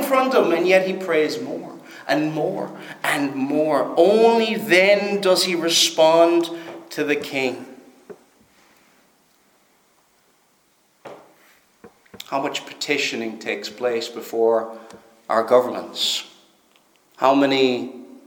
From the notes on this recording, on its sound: Preached at Stornoway Free Church -Continuing